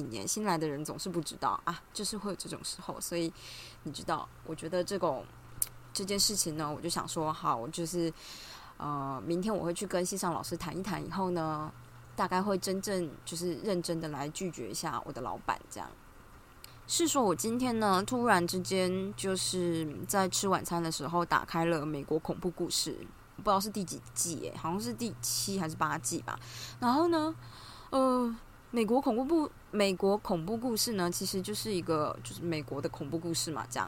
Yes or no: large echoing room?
no